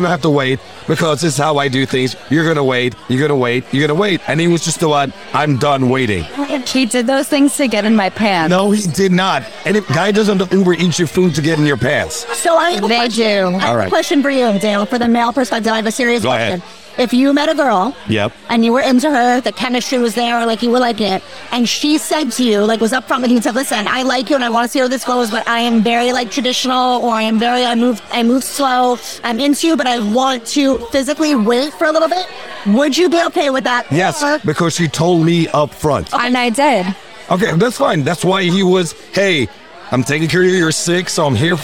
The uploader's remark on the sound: Recorded at American Social Las Olas